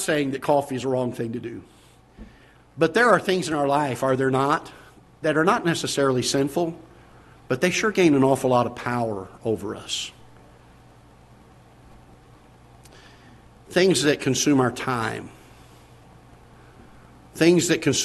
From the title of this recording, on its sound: Ketha Heights Baptist Church ~ Live Broadcast